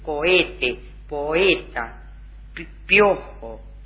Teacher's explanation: en hiato acentuado, este se mantiene, es decir, no se produce la diptongación normal del español